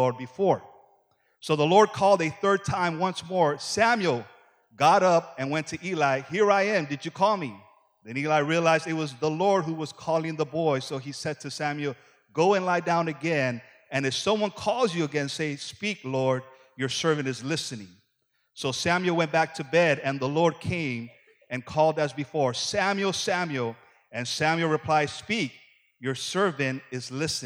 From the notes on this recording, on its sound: Preaches as part of our AM sessions here at The Voice Conference 2018!